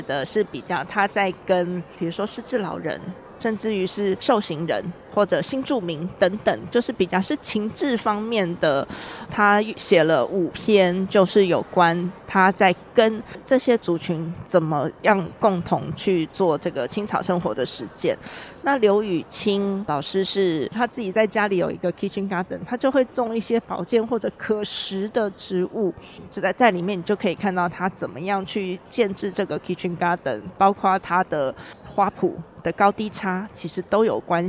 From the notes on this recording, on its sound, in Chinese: 2023台北國際書展 特輯。活動現場訪談。